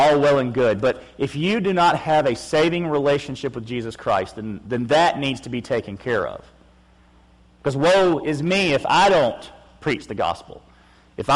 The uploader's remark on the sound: August 7, 2016 PM Service